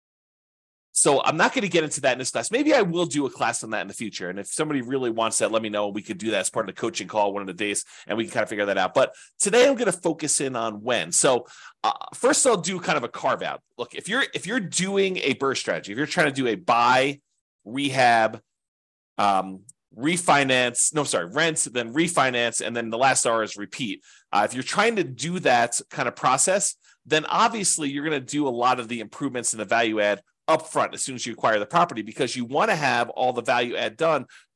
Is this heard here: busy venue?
no